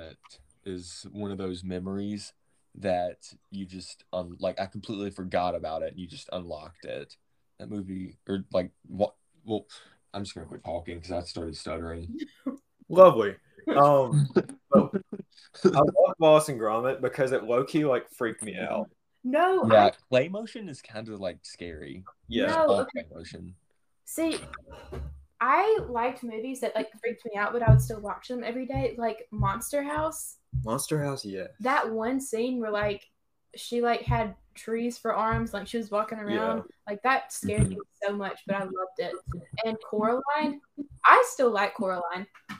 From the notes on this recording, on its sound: Sorry for the relatively poor audio quality. We had some technical difficulties due to having to record this episode remotely.